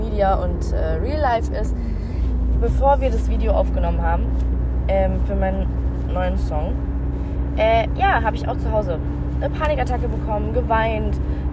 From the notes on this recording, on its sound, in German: Ich hab das Ganze beim Autofahren aufgenommen, deswegen entschuldigt die Qualität !